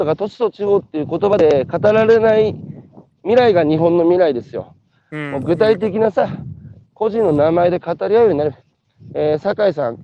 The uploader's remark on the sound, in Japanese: 歩きながら1時間、対談する